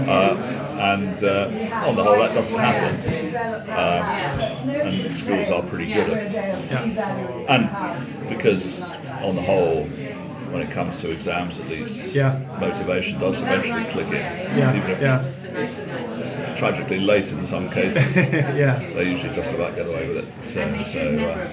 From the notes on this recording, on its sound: The interview was recorded in a restaurant and I'm afraid the sound quality is not good. However, you get into the groove after a few minutes and I hope it will be intelligible.